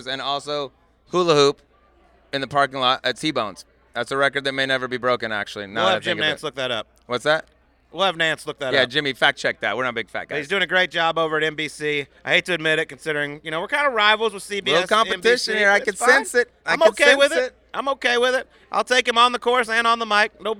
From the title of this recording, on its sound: Subpar Live from Augusta